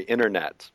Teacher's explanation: the T is dropped altogether and they say internet · Term: relaxed pronunciation